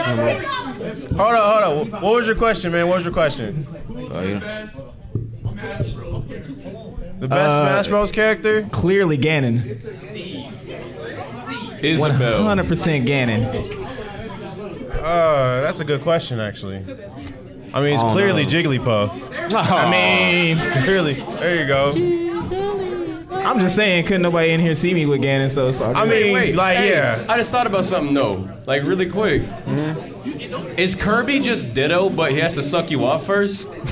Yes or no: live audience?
yes